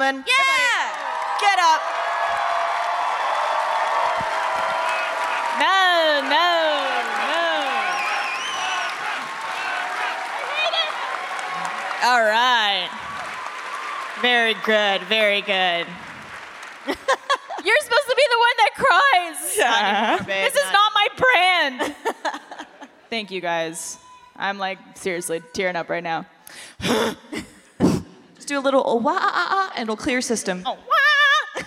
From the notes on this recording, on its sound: For this episode of Always Open live from RTX!